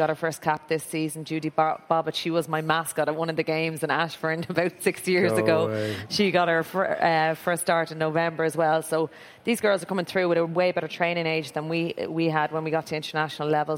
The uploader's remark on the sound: LIVE in Dublin. As House of Rugby goes live to preview some big Guinness Six Nations matches.